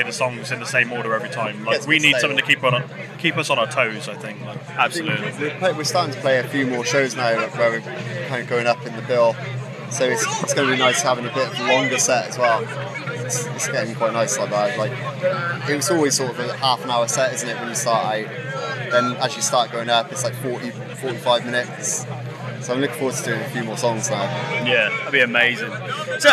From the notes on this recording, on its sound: Live from Bloodstock 2023